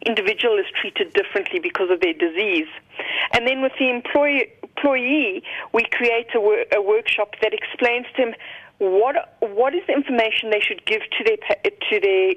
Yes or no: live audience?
no